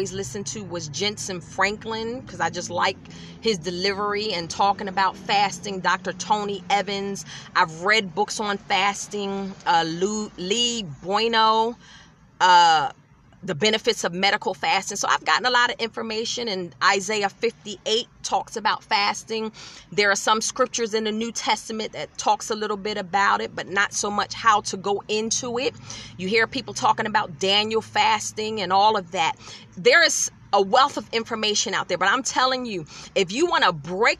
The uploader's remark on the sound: In my car